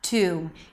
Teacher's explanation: So a costume is pronounced with a k sound, and then it's the ah as in father, ka, and then there is an s, kos, kos. The second syllable is tum, a t sound, the oo as in food, and an m